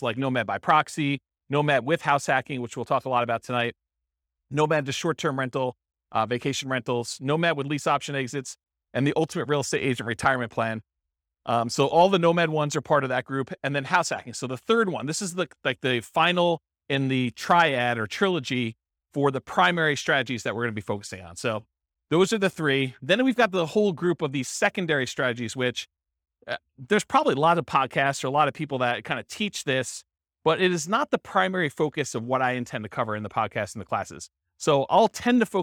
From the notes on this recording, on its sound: This was a live class recorded